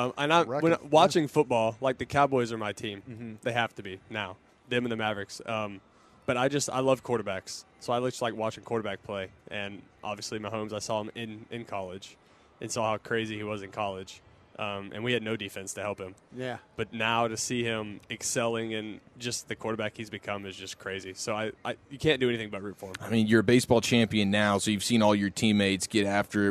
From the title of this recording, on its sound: live from Rangers Fan Fest